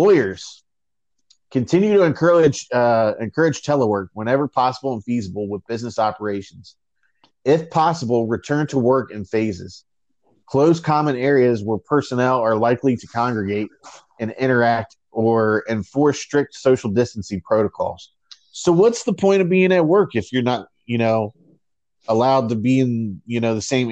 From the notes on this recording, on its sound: For another remote recording during quarantine.